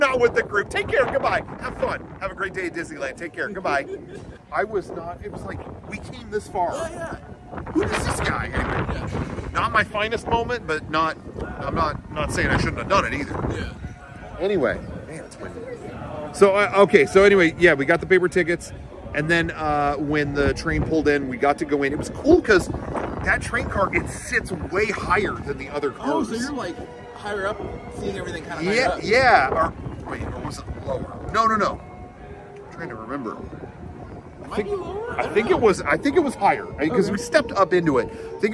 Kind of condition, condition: setting, busy venue